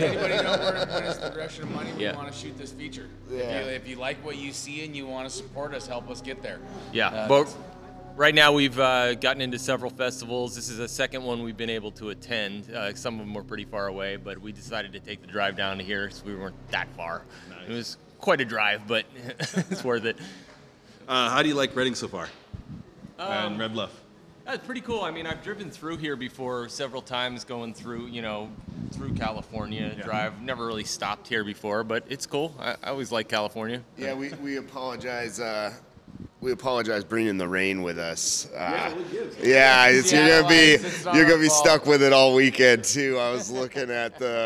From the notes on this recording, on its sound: Live at the Death Parade Film Fest! Our recording series that took place at the Death's Parade Film Fest in Red Bluff California.